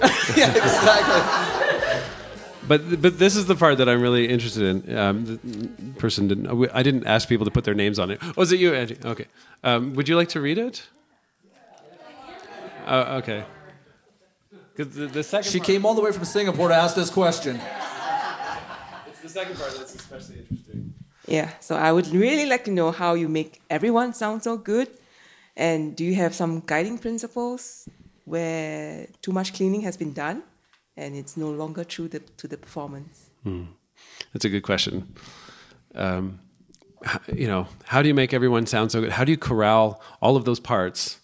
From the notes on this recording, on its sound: taped live at the Uke Heads Gathering in Santa Fe, New Mexico